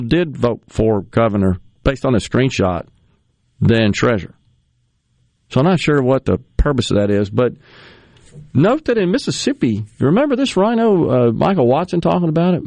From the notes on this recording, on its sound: joins the conversation by phone from the road